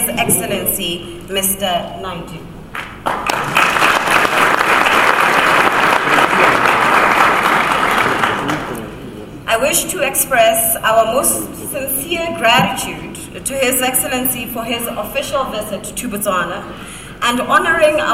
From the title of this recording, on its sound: Remarks at The Global Expo 2018 Official Opening